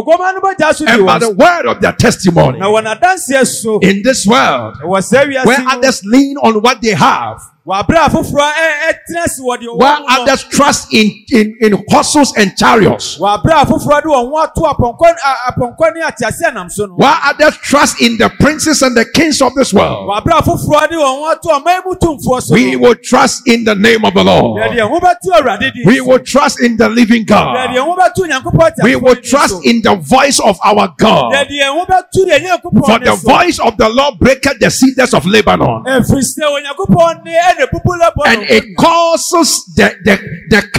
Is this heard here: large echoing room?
yes